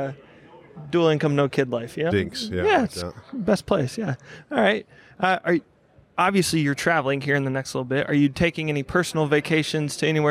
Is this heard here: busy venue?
yes